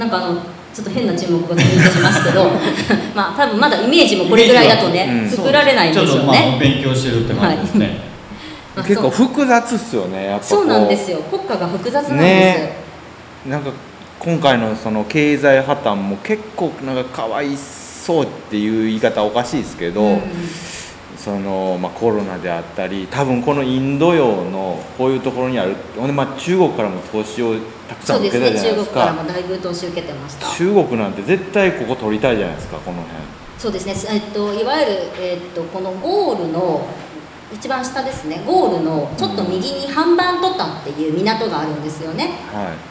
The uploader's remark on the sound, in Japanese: トークイベントの模様をお送りします